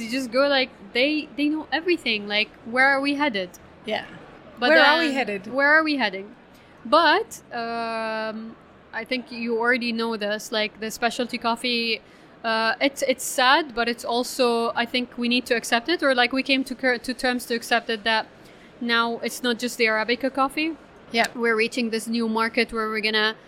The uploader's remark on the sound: The Daily Coffee Pro Podcast live series from World of Coffee Dubai. Who joined us live as the official podcast partners for World of Coffee Dubai, and recorded podcast episodes from the show floor.